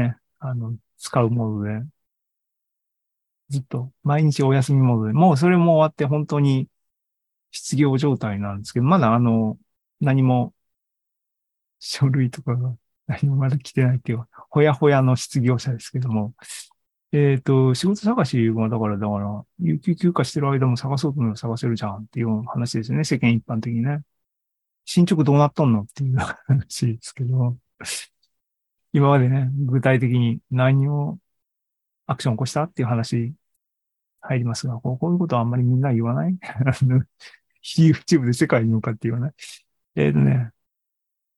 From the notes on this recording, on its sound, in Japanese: AI ポッドキャスト、シーズン４１は２０２３年５月３１日に開催した ZOOMライブの模様です。